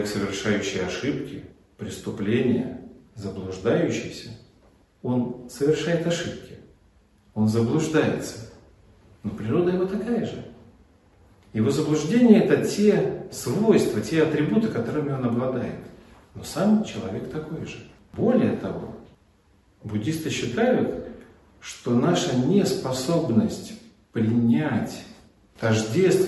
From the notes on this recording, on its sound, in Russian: Волгоград. Лекция прочитана в рамках фестиваля «Философия для жизни».